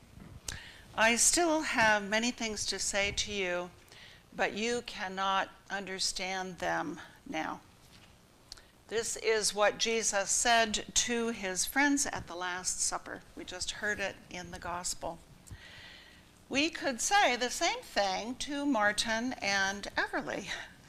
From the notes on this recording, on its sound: live recording from our church in San Jose, California